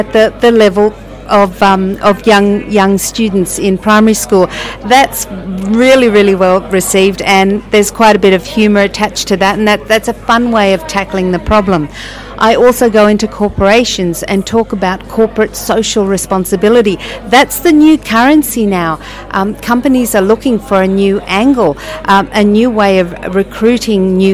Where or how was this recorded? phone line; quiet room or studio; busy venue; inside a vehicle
busy venue